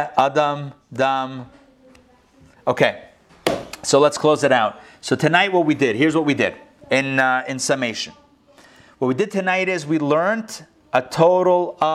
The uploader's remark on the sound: Recorded live in Atlanta on August 17, 2020